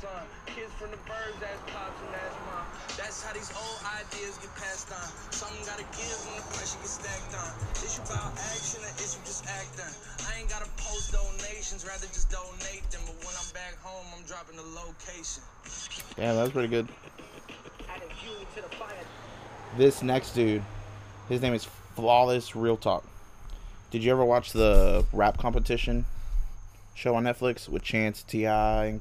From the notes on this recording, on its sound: Recorded on Halloween, and on the porch.